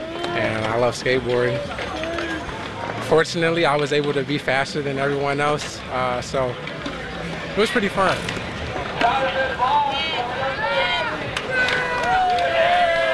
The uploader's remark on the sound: Skateboarders shred in Chicago’s Grant Park on Go Skate Day. Hundreds of people came to downtown Chicago with skateboards, scooters, and roller skates for Go Skate Day 2023. This audio postcard brings you to Grant Skate Park, to hear boarders stick some tricks.